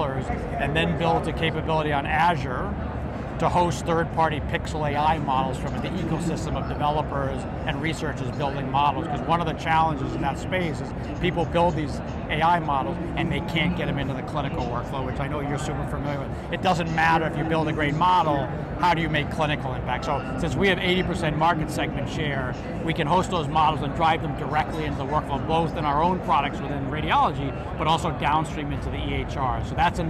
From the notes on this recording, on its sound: Interview in Action live from HLTH